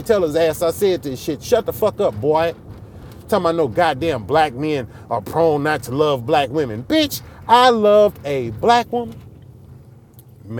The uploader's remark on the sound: I'm coming to you live on the road to OKC.